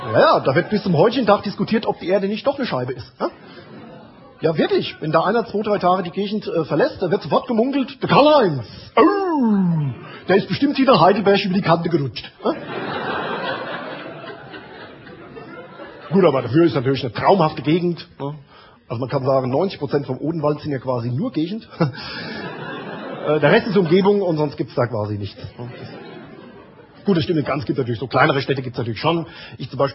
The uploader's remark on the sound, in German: Live-Mitschnitt vom 12./13.Februar 2005 in der Kabarettbühne "Die Käs", Frankfurt